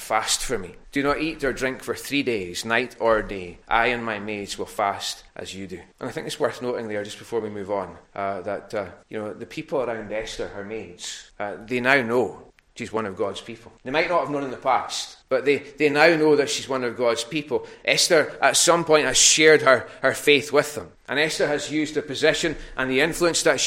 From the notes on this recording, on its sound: recorded a North Harris Free Church on the evening of Sunday 20th March 2022